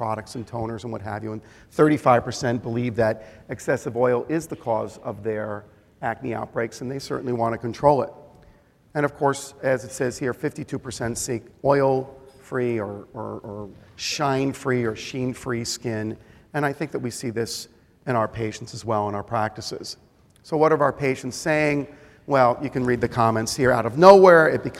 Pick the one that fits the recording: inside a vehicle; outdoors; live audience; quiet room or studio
live audience